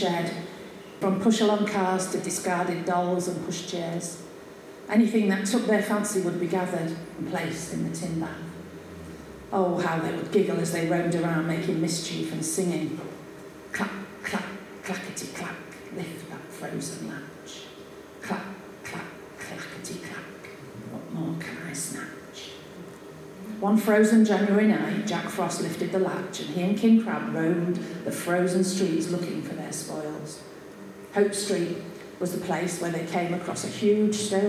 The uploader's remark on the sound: This mini-episode is our penultimate recording made at the very successful book launch of Tales from the East Marsh by our very own East Marsh Writers Group, Quills.